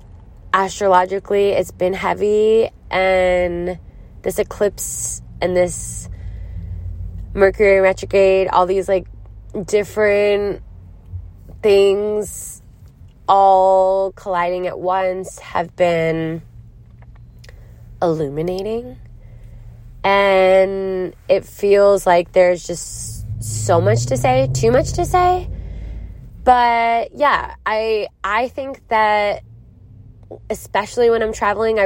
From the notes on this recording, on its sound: Recorded in a car in Philadelphia.